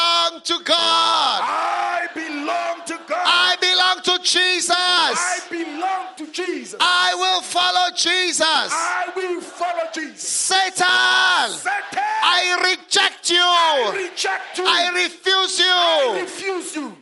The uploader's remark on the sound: Preached at Healing Jesus Campaign, Zvishavane - Zimbabwe.